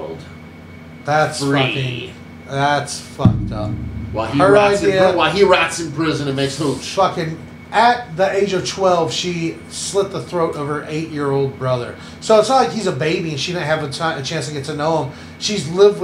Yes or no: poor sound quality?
yes